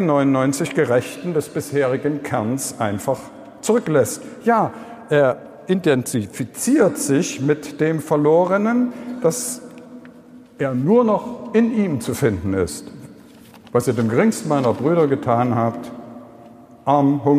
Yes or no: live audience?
yes